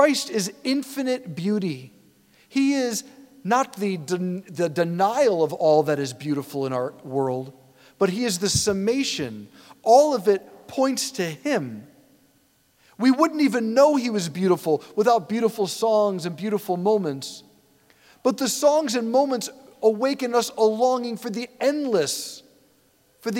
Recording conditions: large echoing room